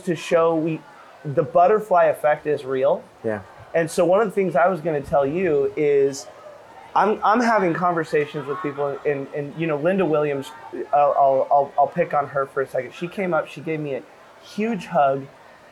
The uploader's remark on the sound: This time we recorded our episode from the balcony